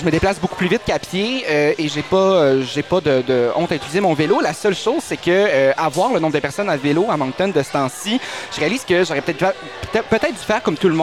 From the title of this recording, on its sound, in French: enregistré au Tire Shack à Moncton